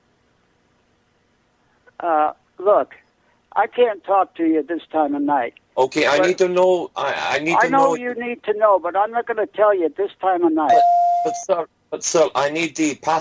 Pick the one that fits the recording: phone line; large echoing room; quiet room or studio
phone line